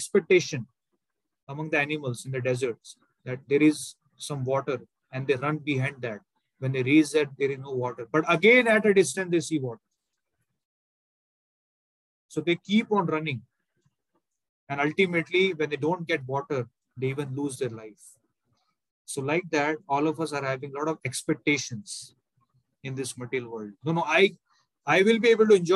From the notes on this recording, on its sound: Zoom recorded class. HKM, Mumbai.